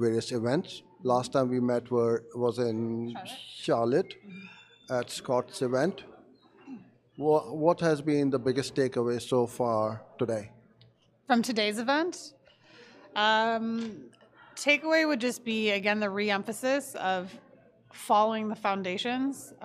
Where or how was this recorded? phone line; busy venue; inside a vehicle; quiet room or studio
busy venue